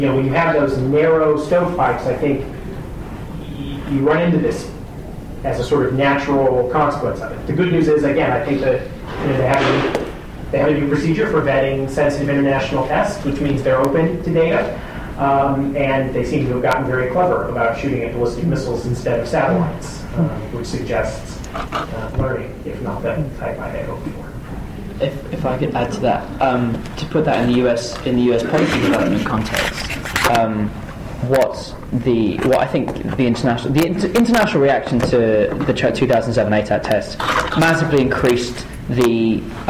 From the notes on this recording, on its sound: Following the panel discussion, there was an open Q&A session.